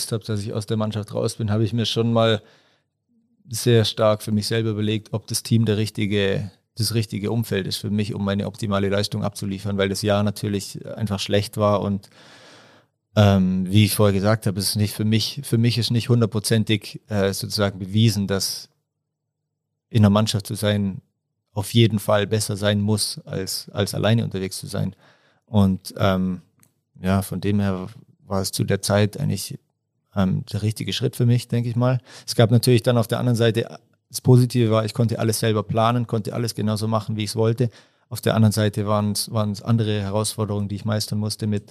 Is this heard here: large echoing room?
no